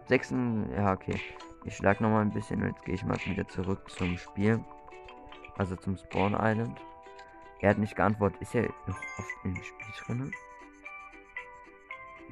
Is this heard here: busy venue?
no